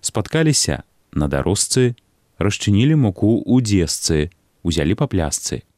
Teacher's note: На месцы пісьмовых спалучэнняў ЖЦ і ШЦ, дзе за літараю Ц таксама стаіць цвёрды гук, вымаўляем зычныя СЦ. · Term: прыпадабнення шыпячага гуку